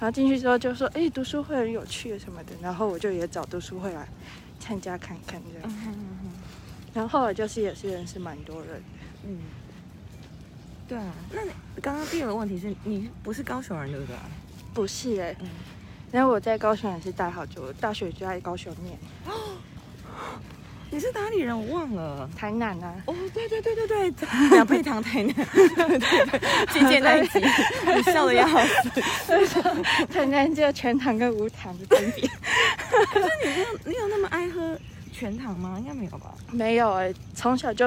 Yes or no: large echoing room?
no